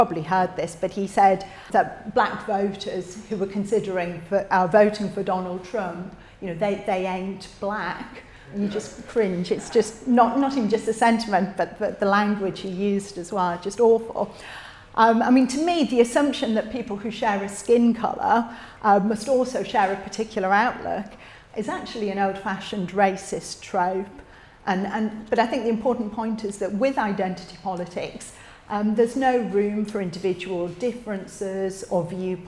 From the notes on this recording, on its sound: recorded at Living Freedom Summer School 2023